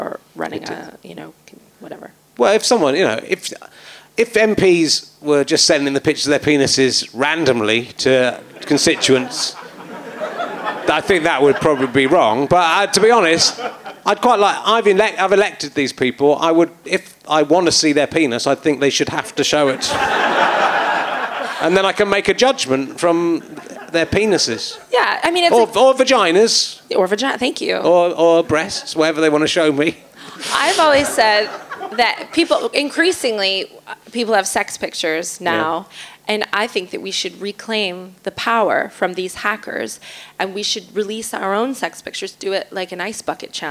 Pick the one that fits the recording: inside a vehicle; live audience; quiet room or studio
live audience